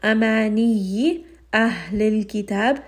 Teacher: Ha is going to be from the lower throat towards the chest.